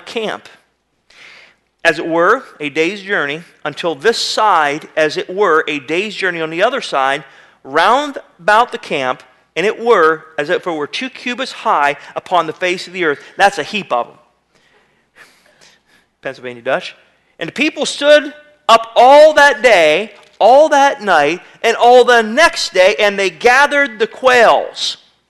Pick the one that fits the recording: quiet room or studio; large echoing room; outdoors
large echoing room